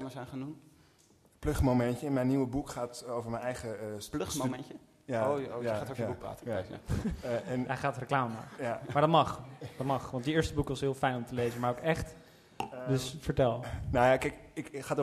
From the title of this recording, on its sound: Literaturfest Live III